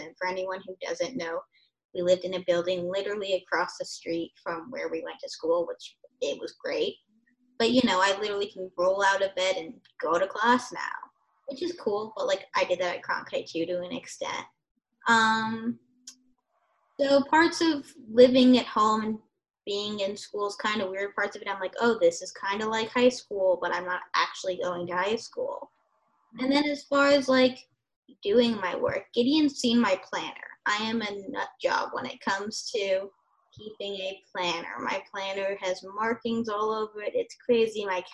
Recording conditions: video call